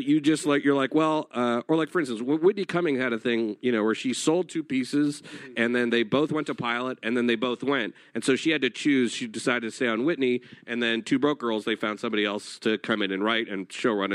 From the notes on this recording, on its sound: Recorded at EW Popfest in Los Angeles, CA on October 29, 2016.